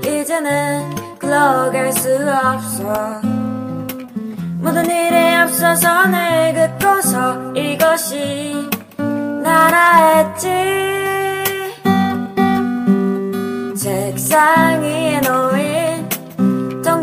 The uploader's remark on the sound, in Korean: 너무 목청것 부르다 보니 음질이 좋지 못한 점 사과드립니다